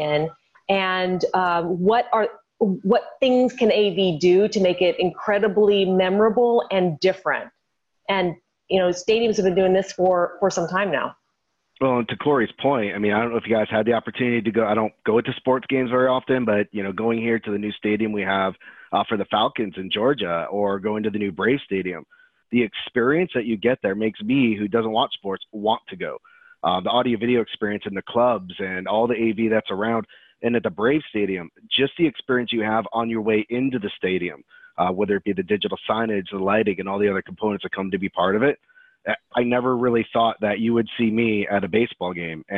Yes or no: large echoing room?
no